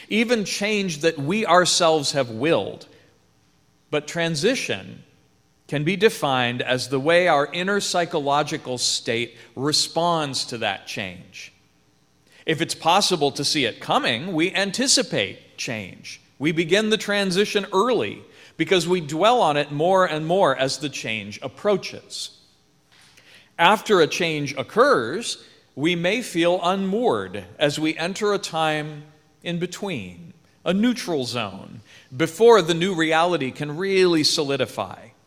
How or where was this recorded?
large echoing room